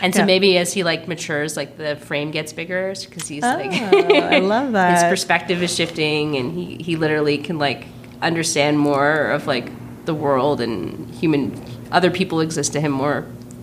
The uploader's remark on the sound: onsite at the Calgary International Film Festival